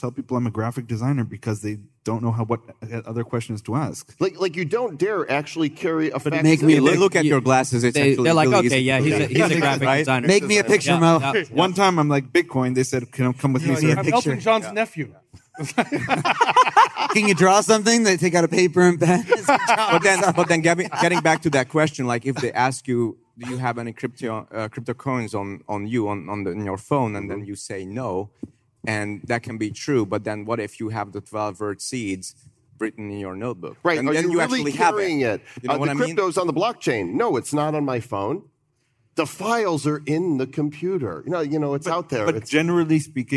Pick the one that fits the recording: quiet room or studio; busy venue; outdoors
busy venue